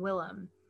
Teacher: put emphasis on the first syllable and less so on the second syllable in terms of enunciation.